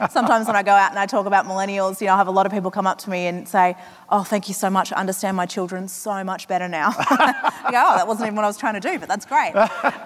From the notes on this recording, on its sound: From 2018's Flying Solo Live